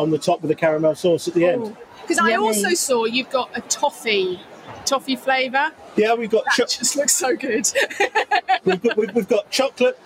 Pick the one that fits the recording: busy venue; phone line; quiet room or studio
busy venue